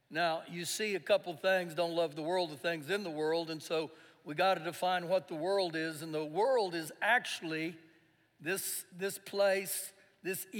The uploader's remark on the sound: Recorded live during our Sunday morning service